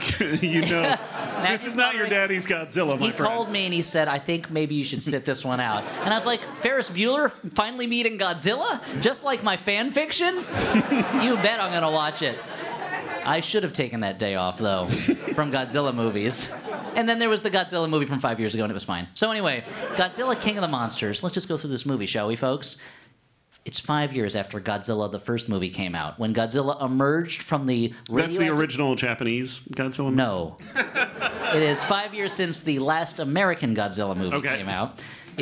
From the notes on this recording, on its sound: LIVE. Taped at Boston’s CitySpace.